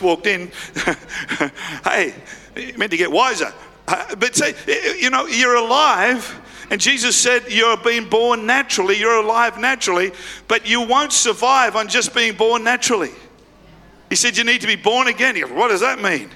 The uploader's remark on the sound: Live at Freshwater Church on Good Friday the 7th of April 2023.